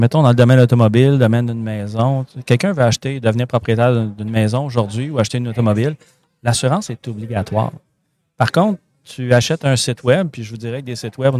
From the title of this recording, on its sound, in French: en direct de Stratégies PME